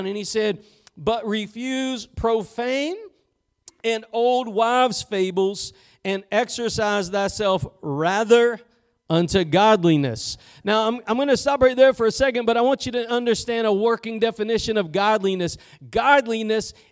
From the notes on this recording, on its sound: Preached at Gospel Lighthouse in Bossier City, La.